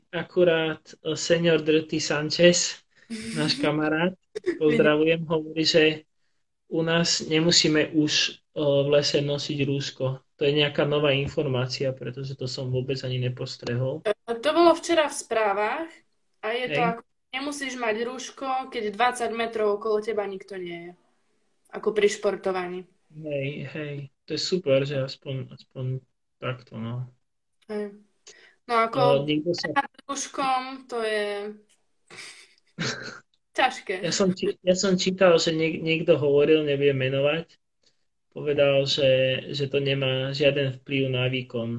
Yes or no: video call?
yes